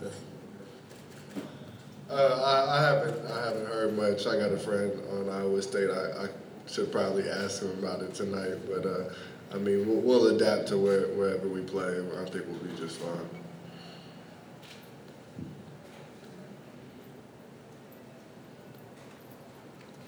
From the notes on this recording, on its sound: Press Conferences & Post-Game Interviews. Answer questions from the media at Wells Fargo Arena, in Des Moines.